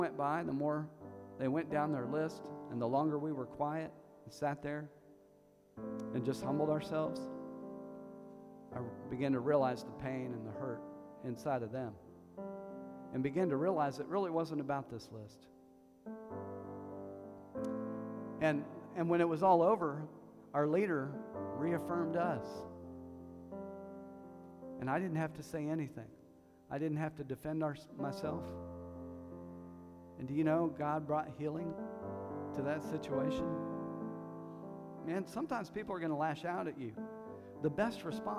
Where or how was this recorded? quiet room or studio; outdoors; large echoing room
large echoing room